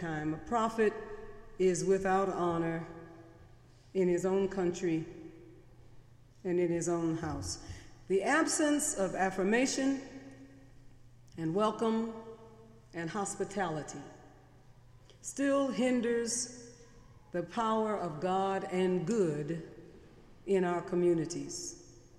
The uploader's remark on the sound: Sermons preached on Sunday in The Memorial Church during the academic year.